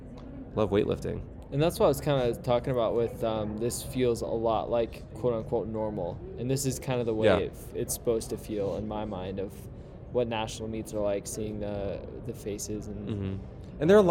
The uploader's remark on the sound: Live from AO Finals